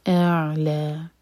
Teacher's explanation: حمزہ کی آواز پہلے آئے ایکر کا اور پھر عین ٹچ کریں گے، اور عین ساکن پر تھوڑا ٹائم دیں تاکہ جھٹکا نہ ہو